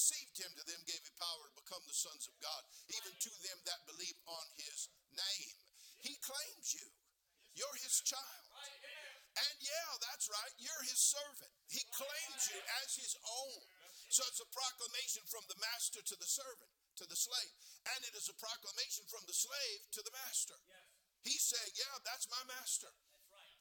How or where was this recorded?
large echoing room